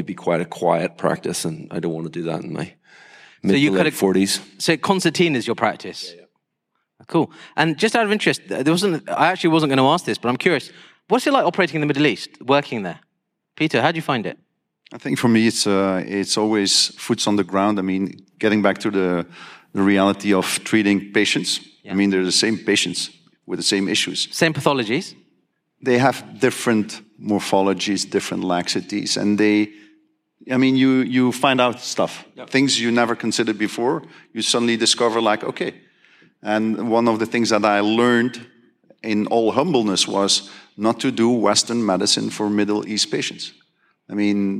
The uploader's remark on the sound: Welcome to the first ever orthohub fireside chat brought to you in association with Conmed from the 20th year of the Sports Knee Surgery meeting. Recorded live on stage in Birmingham.